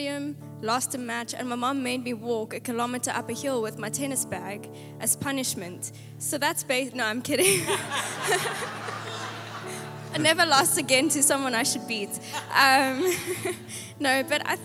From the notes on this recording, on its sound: Panel Discussion Table View PM. Recorded live on Sunday the 27th August 2023.